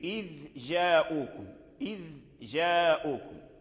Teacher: ينبغي ولا يجوز، إذا لا بد من بيان الذال، الذال ثم عندما يظهر الذال في الصوت وفي المخرج وتخرجه من مكانه تشرع في مخرج الجيم، إذ جاءوكم، إذ جاءوكم، لأن الجيم يخرج من الحنك والذال